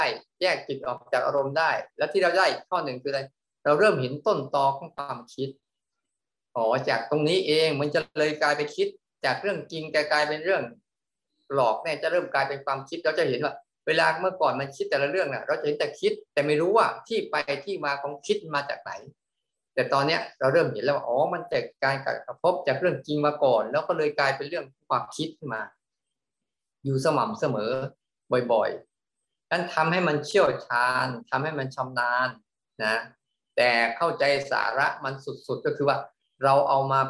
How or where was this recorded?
video call